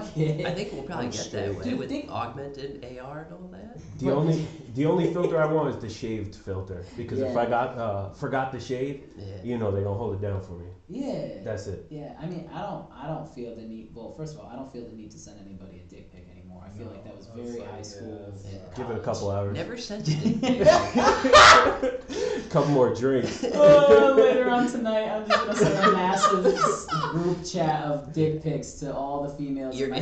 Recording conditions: poor sound quality